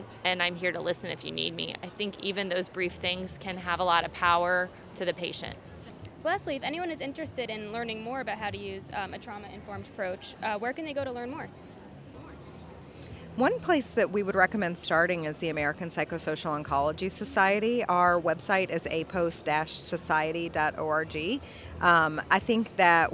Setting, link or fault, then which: setting, busy venue